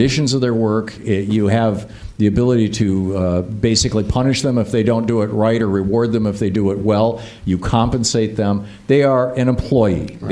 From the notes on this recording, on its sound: live Labor event from Chicago with the local union leaders and questions from the attending audience